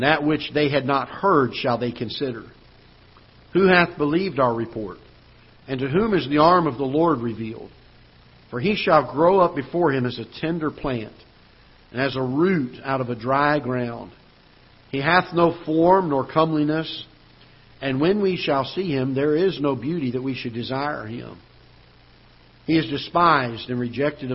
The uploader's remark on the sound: Ketha Heights Baptist Church ~ Live Broadcast